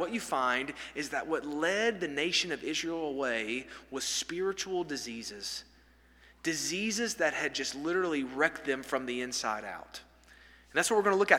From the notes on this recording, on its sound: This sermon was delivered on November 1, 2023 at First Baptist Church Hendersonville, NC during the Wednesday night Bible study hour.